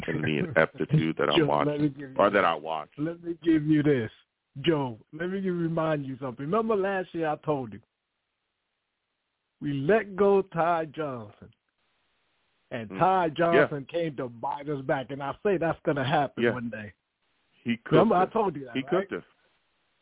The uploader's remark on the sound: I take live callers!